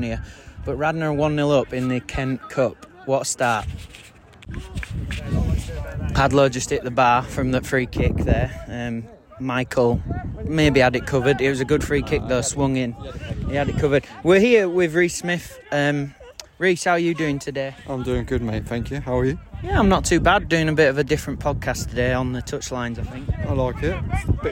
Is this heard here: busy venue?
yes